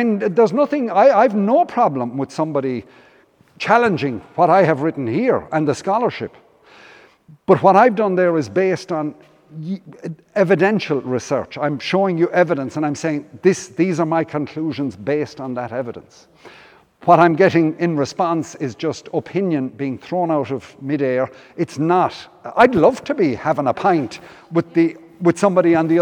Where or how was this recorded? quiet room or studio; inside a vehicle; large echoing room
large echoing room